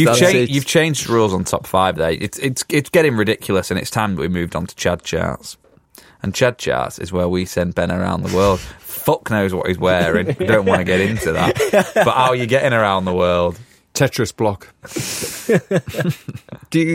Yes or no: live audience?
no